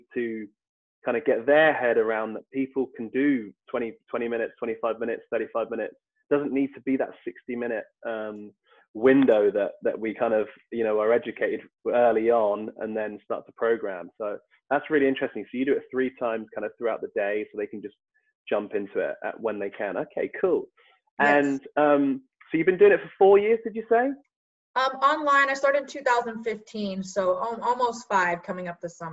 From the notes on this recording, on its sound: via Zoom so please excuse the audio quality